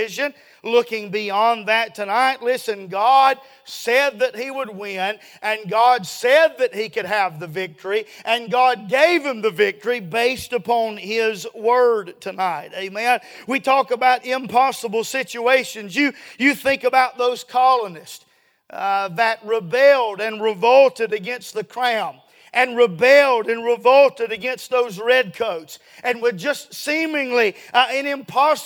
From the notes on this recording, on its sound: A sermon preached Sunday Evening, on July 2, 2023.